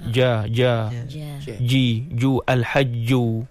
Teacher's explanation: Sebab orang Melayu bunyi di depan, Ja tu orang Melayu. Kalau orang Arab dia di tengah perut lidah. · Term: Jim